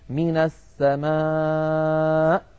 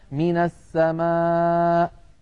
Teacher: الهمزة يا إخواننا تخرج بتصادم طرفي الحلقوم عند مخرجها أقصى الحلق · Shown in: first take